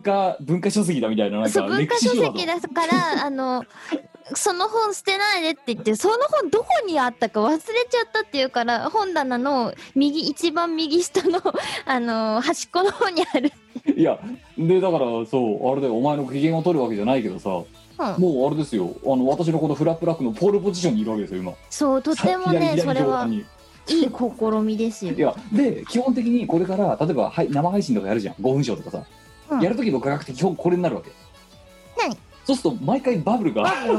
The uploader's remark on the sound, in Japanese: 本番組はリモート収録です。収録時環境の影響により、聴き取り辛い部分があります。